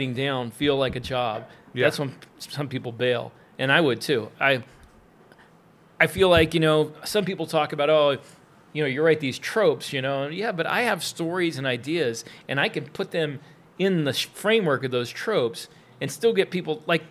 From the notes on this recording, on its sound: attended the 20Books Vegas 2023 conference where they took the opportunity to do a live interview